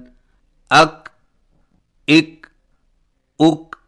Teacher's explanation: اور کاف کی ادائیگی کا صحیح طریقہ یہ ہے کہ زبان کی جڑ کو تالو پر مضبوطی سے اس طرح لگائیں کہ آواز کے سختی سے رکنے کے فوراً بعد معمولی سی گساہٹ ہو